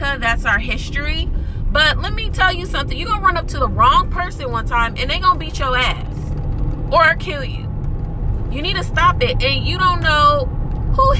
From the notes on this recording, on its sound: There is background noise my apologies in advance.